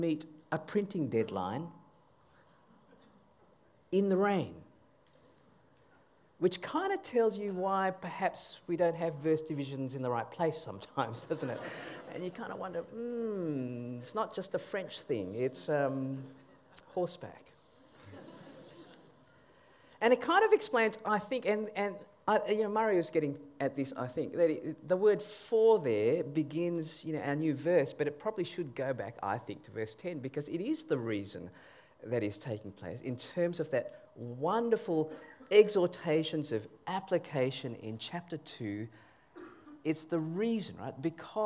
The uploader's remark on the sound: TGCA National Conference 2022; Keynote 4